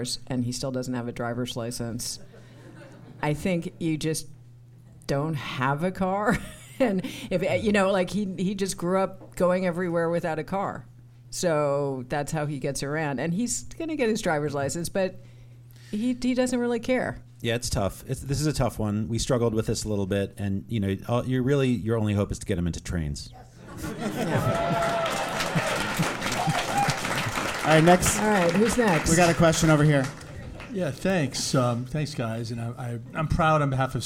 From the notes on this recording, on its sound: This special episode of The War on Cars was recorded live before a sold-out audience at Caveat on the Lower East Side of Manhattan and was styled after a community board meeting.